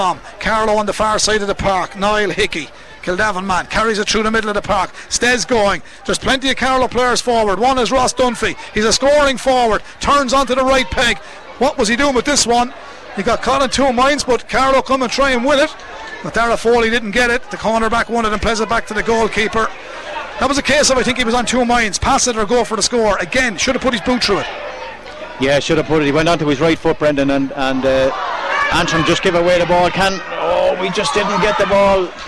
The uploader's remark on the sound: We were live from Corrigan Park